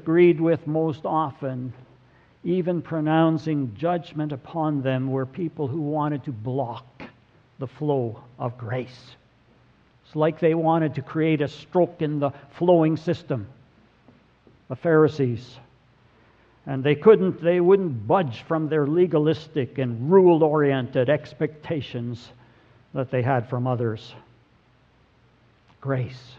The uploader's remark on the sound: Sermon audio from November 26, 2017.